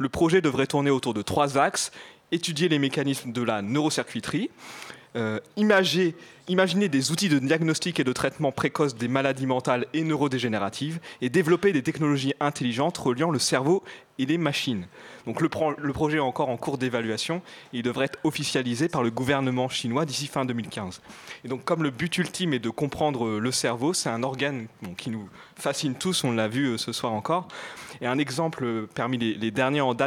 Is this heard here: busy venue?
yes